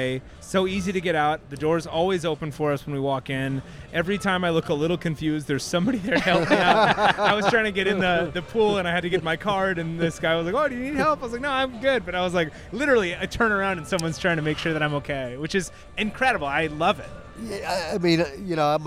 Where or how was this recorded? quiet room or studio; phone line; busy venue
busy venue